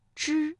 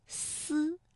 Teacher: 发之的时候，舌尖是上翘的，是抵住了硬腭前部，之；而读发思的时候呢，舌尖是接近上齿背，这个气流是从窄缝当中挤出的